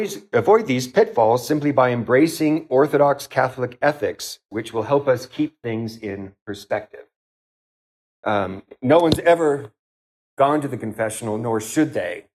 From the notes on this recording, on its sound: This lecture was given at Georgetown University